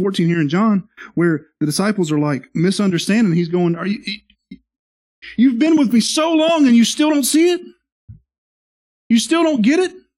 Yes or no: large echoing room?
yes